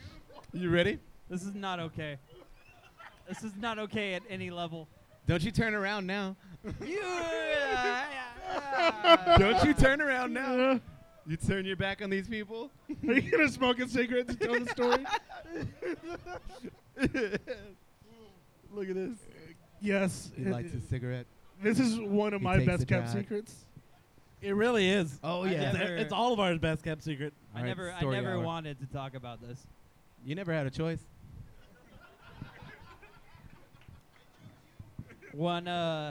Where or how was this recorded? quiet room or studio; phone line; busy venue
busy venue